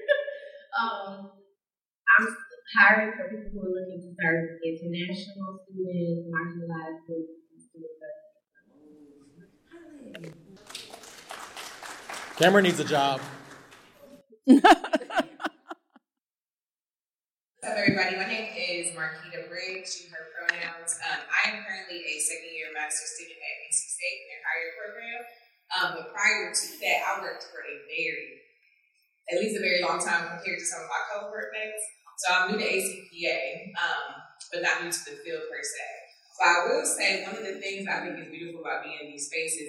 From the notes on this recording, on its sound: S3_E7_We LIVE Yall_Scholar_Tea Live Recording At ACPA. Join us for our first live audience recording at the ACPA convention in March 2023 in New Orleans.